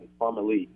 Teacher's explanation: with the emphasis on the Lee